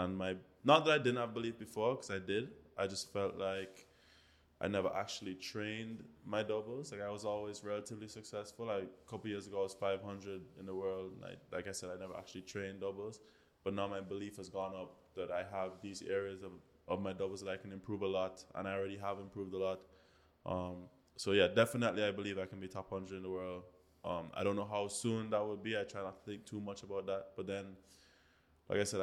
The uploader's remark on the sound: This episode of the Weekly Grind was recorded at the 2023 Panamerican Games in Santiago, Chile.